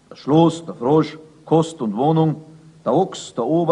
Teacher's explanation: Als fast reines O, in dem höchstens ein wenig vom U mitschwingt, begegnet uns der Vokal auf Schritt und Tritt.